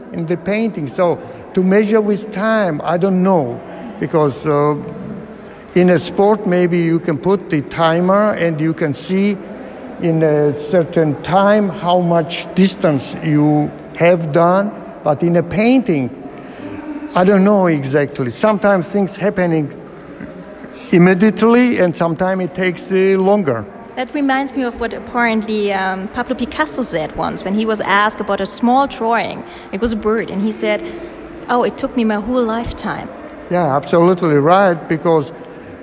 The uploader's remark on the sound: while walking through his current solo exhibition